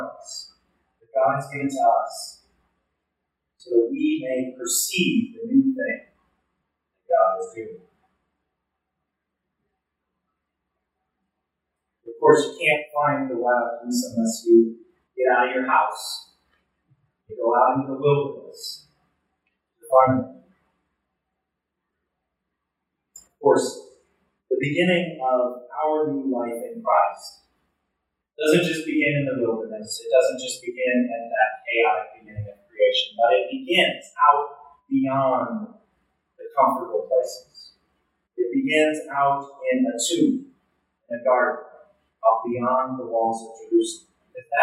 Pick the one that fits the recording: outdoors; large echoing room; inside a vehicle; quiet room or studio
large echoing room